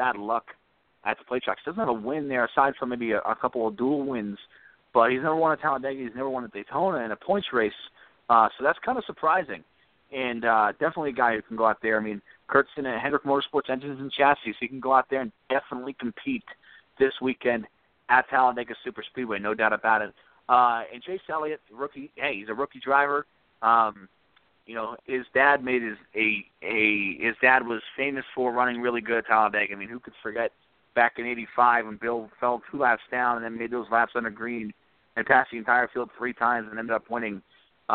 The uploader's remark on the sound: take your phone calls